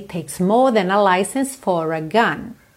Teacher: Para não enrolar a língua no R. Mas no final, for a gun, aí eu enrolo o R para poder juntar no A